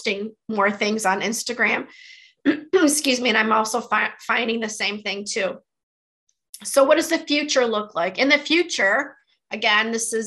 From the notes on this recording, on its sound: Audio is from our webinar.